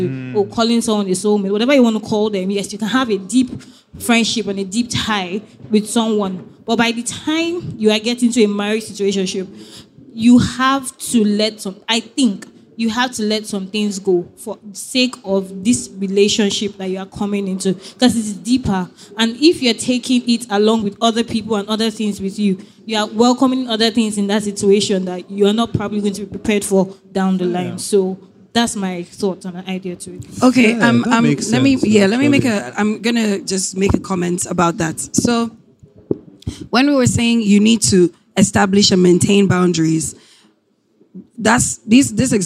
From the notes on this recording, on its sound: LIVE at AfricaNXT